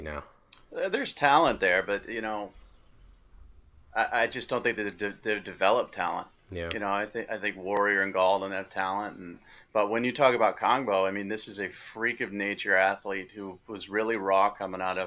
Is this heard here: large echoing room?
no